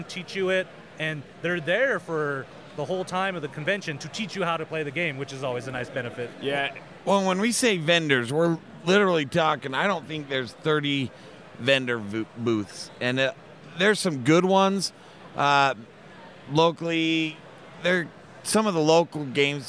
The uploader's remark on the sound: SaltCON 2019 Special. We recorded live from the convention!